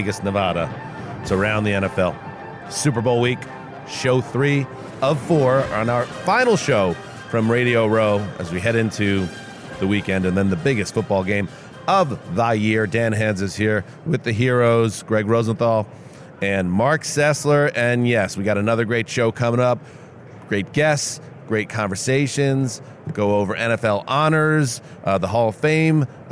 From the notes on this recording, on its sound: In a convention center full of heroes. On radio row LIVE from Las Vegas.